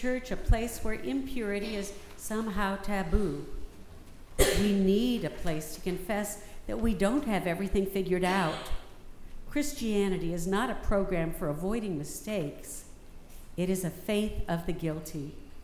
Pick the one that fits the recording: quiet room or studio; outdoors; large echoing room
large echoing room